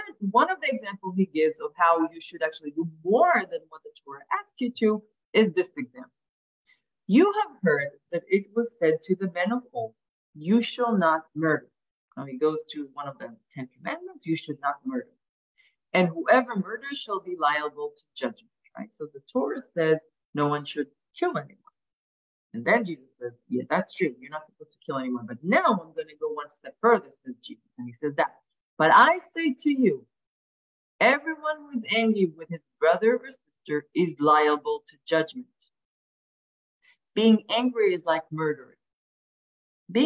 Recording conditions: video call